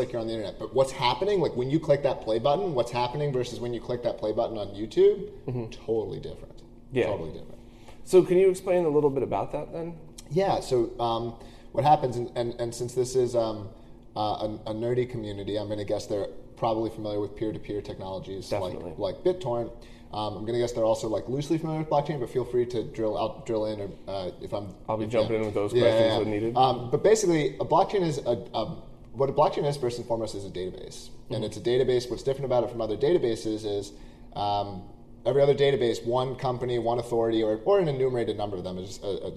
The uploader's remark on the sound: Sorry for the echo, but there's not much we could have done in that conference room!